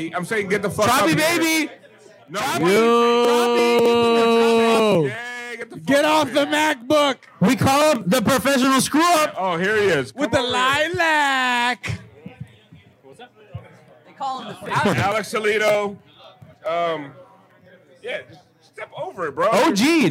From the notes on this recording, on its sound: LIVE Duffy's Watch Party. This was recorded LIVE at our watch party in Duffy's North Miami Beach. Audio and video may not be our best, but we had fun.